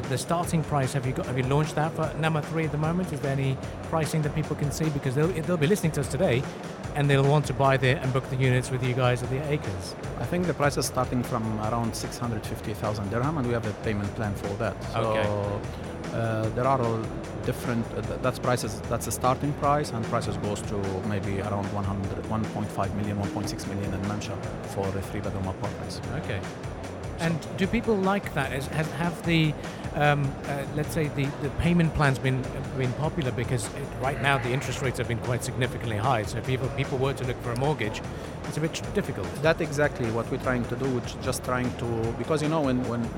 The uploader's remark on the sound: our special live broadcast show from ACRES 2024